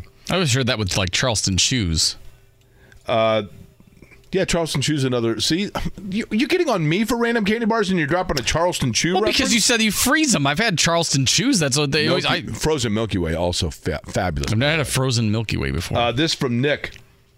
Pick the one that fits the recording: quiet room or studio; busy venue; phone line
phone line